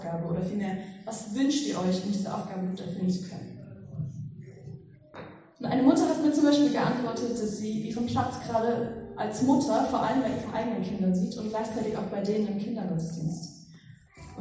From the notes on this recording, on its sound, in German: Predigt im Rahmen des GreifBar+ Gottesdienstes